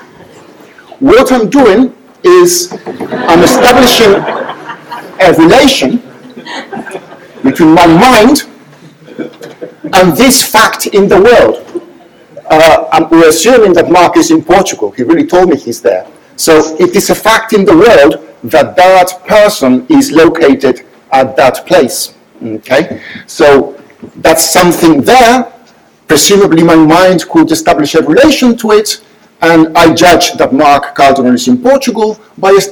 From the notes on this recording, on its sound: Inaugural Lecture. (UCL Philosophy).